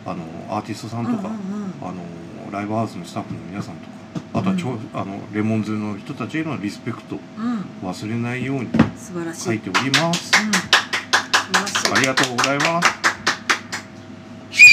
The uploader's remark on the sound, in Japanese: のお店「新橋裏めし屋」にて収録しました！仕込み音や、、、色々バックの音もお楽しみくださいませ！